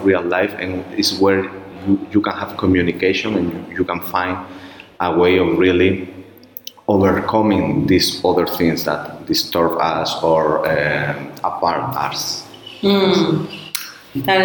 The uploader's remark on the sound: On location in Spain. On location for the EFRJ Conference, June 22, 2023 in Pamplona, Spain.